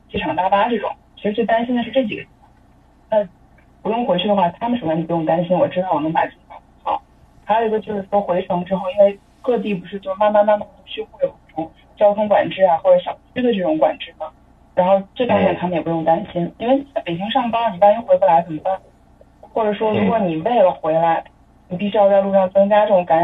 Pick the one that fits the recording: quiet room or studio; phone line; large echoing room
phone line